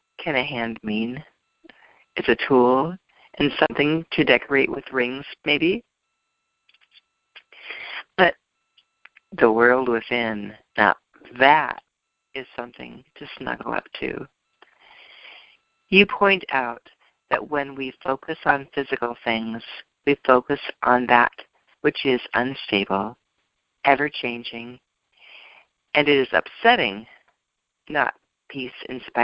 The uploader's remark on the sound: ACIM Daily TEXT Conference Call.